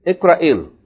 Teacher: the long vowel we're not gonna pronounce it because it's followed by Hamzatul Wasl